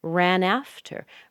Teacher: Ran is not really squished. It's not really made small, but it's very definitely sped up. It's sped up because we're trying to get to that primary sound, af.